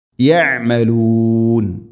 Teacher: ഐൻ തൊണ്ടയുടെ മധ്യഭാഗമാണ് മഖ്റജ്